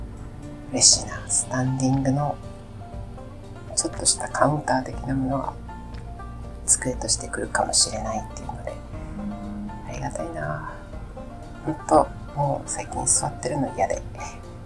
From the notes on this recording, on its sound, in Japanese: 音声ちょっと悪いかも。